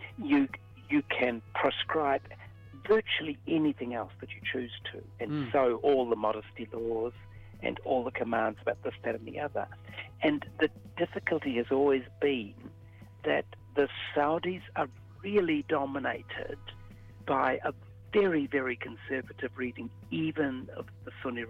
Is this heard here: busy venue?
no